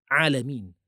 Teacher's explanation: Ha dengan ain sama, cuma ain tidak ada nafas.